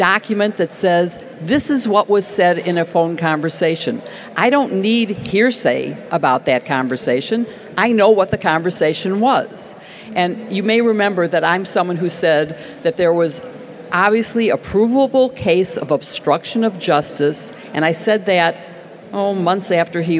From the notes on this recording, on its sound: This week's episode is from our panel at Politicon in Nashville.